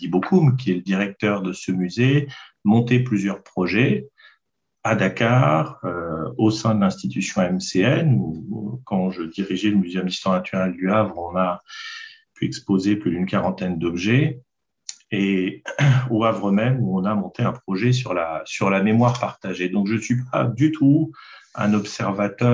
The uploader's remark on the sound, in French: Le séminaire, qui s'inscrit dans la scolarité des élèves en deuxième année de deuxième cycle de l’École du Louvre. Enregistré sur Zoom.